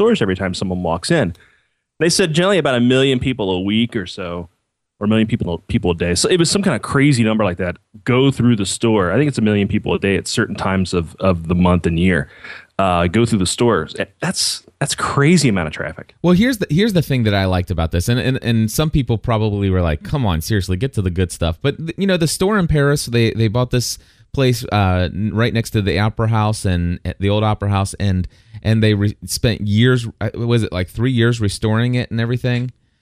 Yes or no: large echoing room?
no